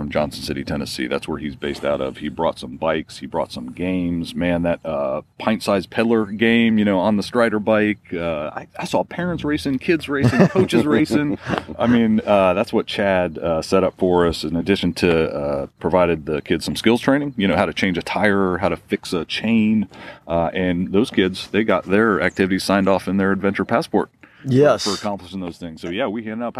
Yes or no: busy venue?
yes